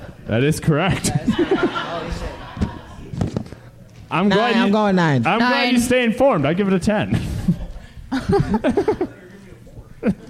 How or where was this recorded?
busy venue